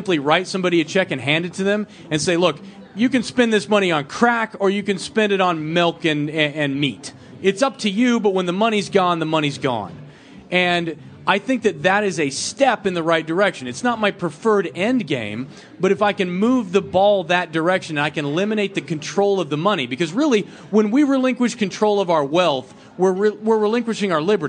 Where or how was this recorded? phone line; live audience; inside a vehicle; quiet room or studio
live audience